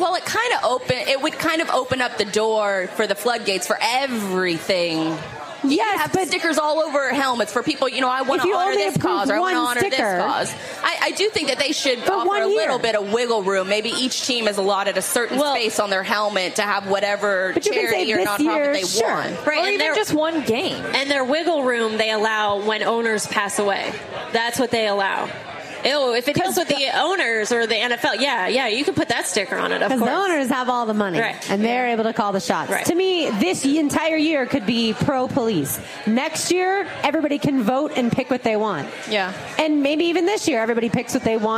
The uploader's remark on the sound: He also brought his rings to show off for the live crowd.